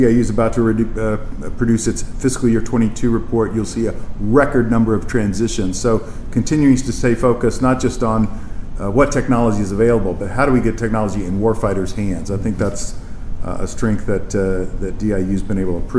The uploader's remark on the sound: In this exclusive conversation on the sidelines of an event the Navy League’s Center for Maritime Strategy co-hosted in Arlington Tuesday.